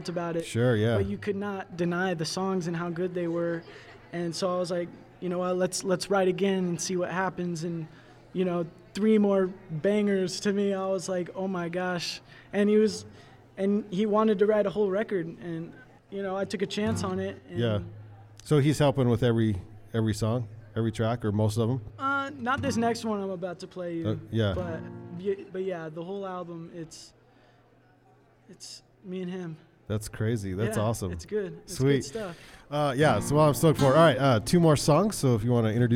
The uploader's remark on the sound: Van Sessions at The Monarch. LIVE from The Monarch Building Grand Opening in the heart of Ogden's Nine Rails Arts District.